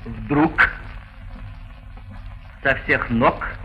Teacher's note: Вместо «г» в конце слова является «к», кроме слова «бог», где произносится «х».